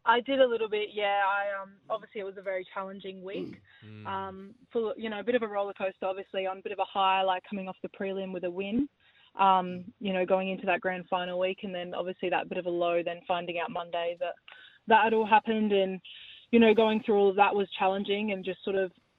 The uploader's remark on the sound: jumped on the phone